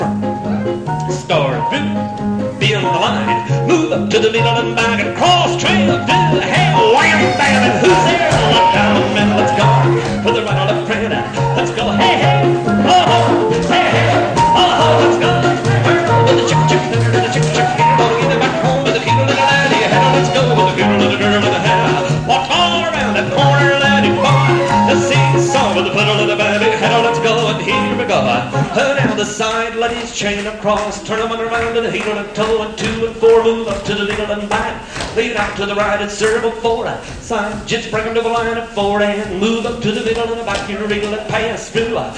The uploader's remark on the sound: Vintage MWSD Live Dance Recording.